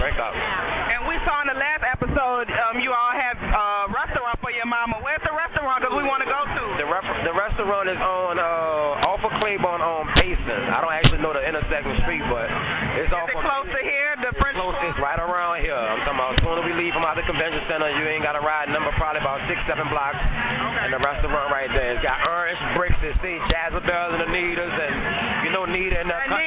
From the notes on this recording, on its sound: Returns to the Essence Music Festival in New Orleans to interview some of todays hottest celebrities in music, film, and television!